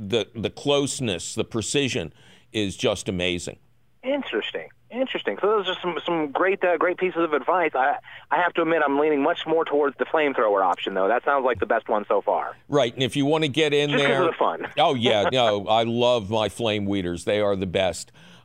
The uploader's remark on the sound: Of course, we take your fabulous phone calls.